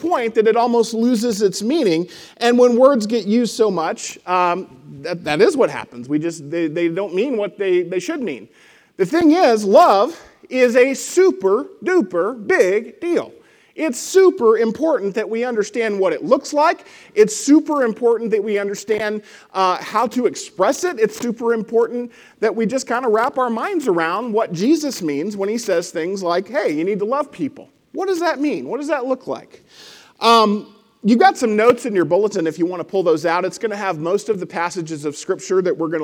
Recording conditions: large echoing room